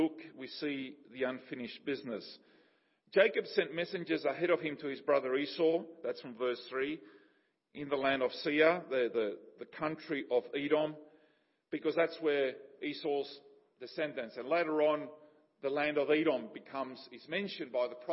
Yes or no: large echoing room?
yes